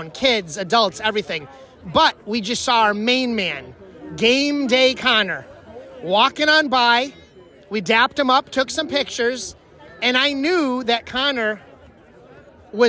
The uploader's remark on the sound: We’re broadcasting live from the #UConn Mens Championship Parade in the Basketball Capital of the World. Special guests, live reaction, the trophy presentation and more in Hartford, Connecticut. Experience the confetti flying and horns blowing as you’re surrounded by thousands of loyal fans!